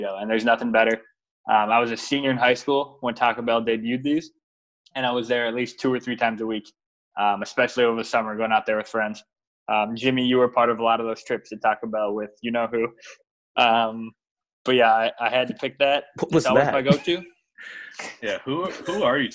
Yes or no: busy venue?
no